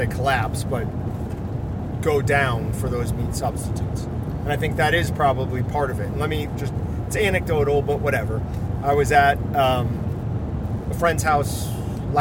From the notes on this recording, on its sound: Stuck in the truck traveling to Missoula, Montana, as they head to Rendevous put on by BHA.